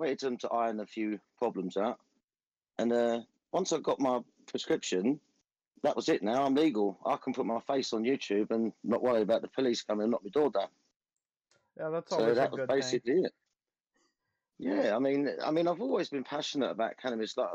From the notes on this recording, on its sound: Sorry about the technical difficulties.